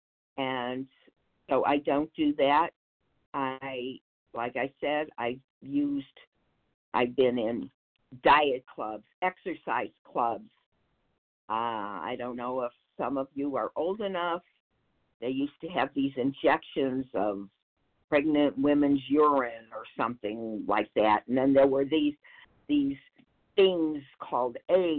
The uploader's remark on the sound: 100 Pounders Phone Meeting, 4/30/23